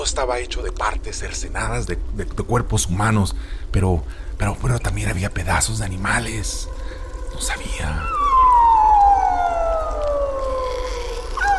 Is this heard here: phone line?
no